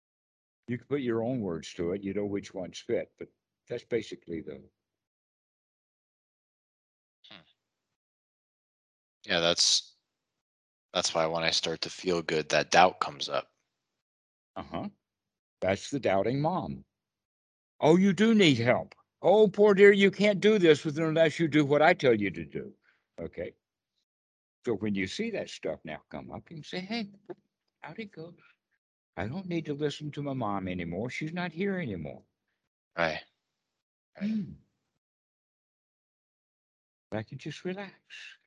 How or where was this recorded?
video call